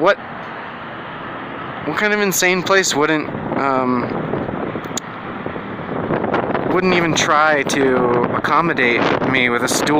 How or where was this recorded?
outdoors